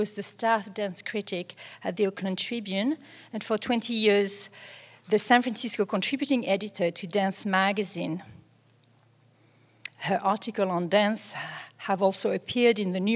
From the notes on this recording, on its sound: An excerpt from the public program. Co-presented by the Museum of Performance + Design and the San Francisco Ballet.